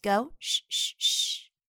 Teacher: 注意唱到这里的时候，“十，十，十”声带是不震动的